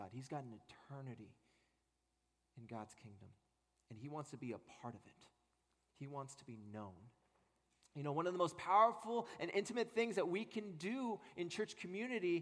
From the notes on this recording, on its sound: At Redeemer Presbyterian Church in Charleston, SC